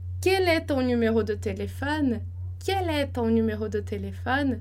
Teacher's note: E também a entonação da frase vai subir porque vai mostrar que é uma pergunta